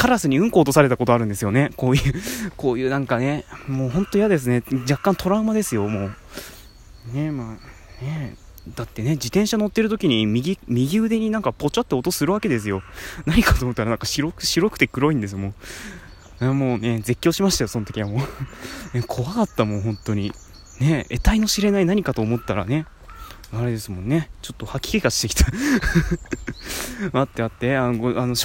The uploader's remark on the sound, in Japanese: おさんぽしよ。＠とある公園